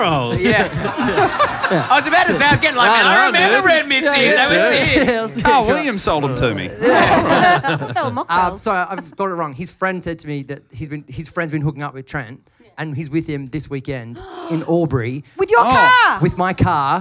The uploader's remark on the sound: Ripper live ep.